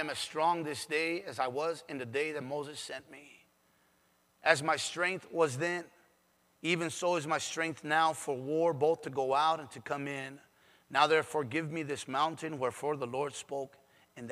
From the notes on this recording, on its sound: PREACHED IN SAN ANTONIO TX